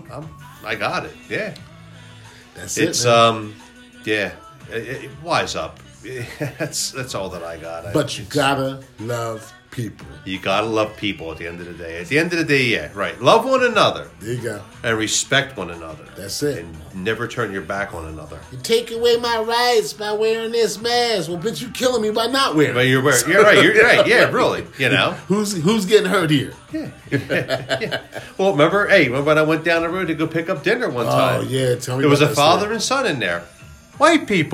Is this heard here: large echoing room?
no